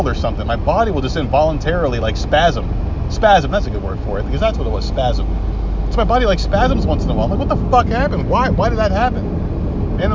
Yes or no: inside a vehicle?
yes